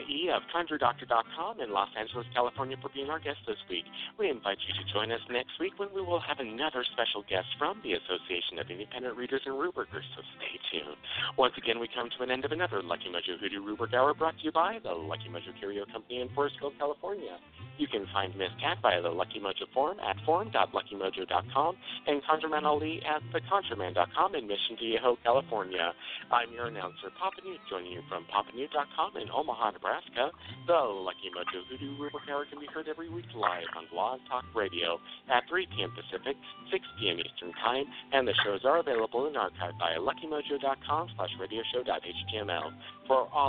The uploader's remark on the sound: The Lucky Mojo Hoodoo Rootwork Hour is a real, live call-in show. Call in right when the show begins and listen via your phone.